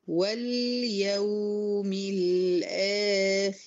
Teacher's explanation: لازم أبين إن الواو الرخوة دي أطول زمنا من اللامات اللي حواليها والره دي اللي هم بتوع زمن التوسط.